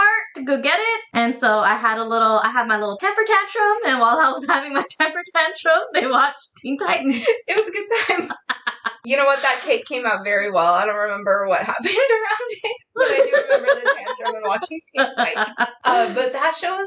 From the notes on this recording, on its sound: We had some technical difficulties when recording this episode so apologies on the sound